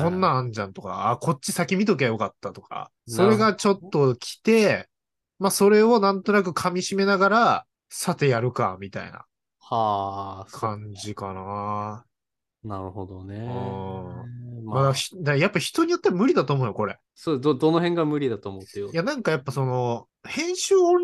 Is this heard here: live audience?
no